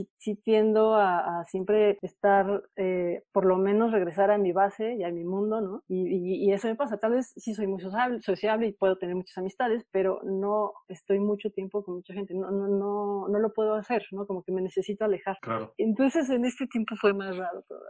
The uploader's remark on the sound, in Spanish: Durante el confinamiento del 2020. Una entrevista vía zoom.